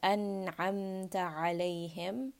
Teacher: It's going to be clear. And you can hear that there is a very apparent noon sound. It is not hidden. It is not khafi. · Term: idhar